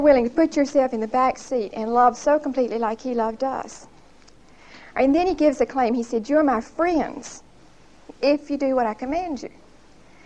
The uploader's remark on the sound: Recorded on 11/18/1975 at Whitesburg Baptist Church.